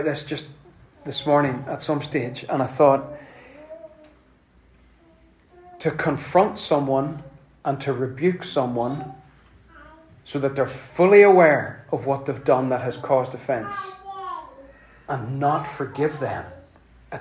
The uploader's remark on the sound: Apologies for the background wind noises provided by our youngest.